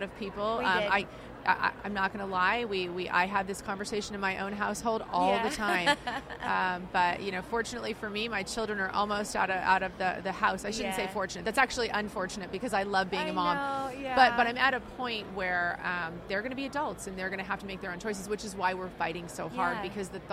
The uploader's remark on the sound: The Unity Project What’s UP? Podcast at AmFest